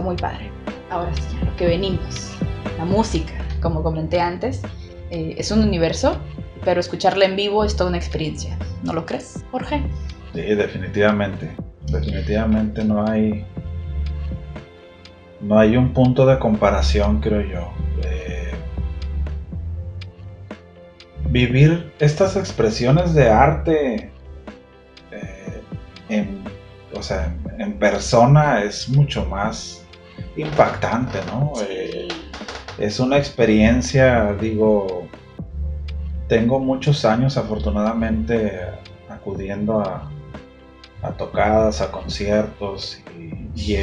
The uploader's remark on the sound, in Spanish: ¡Lamentamos la mala calidad del sonido!